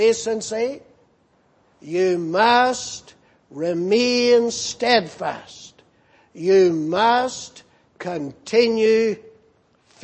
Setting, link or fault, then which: setting, large echoing room